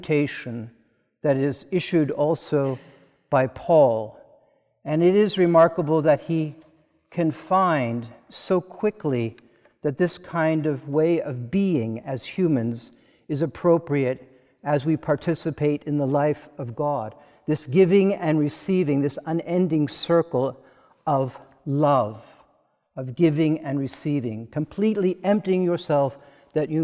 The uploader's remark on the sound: This is a recording from the service of Holy Communion according to the Book of Common Prayer (1662)